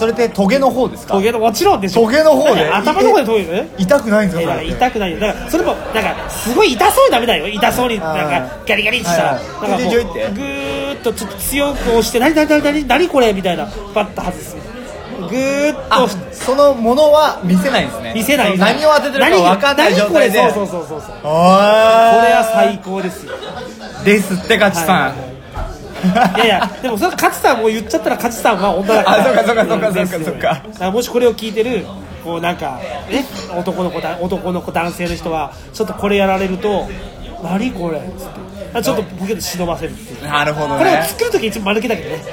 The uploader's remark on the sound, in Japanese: 居酒屋収録について。今回は居酒屋にて収録！